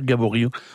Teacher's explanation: Gabory, il faut bien dire Gabory. On prononce pas le T terminal